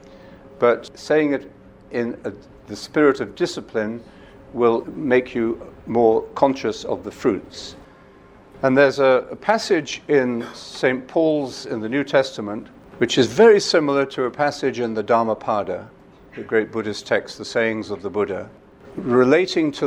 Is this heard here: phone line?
no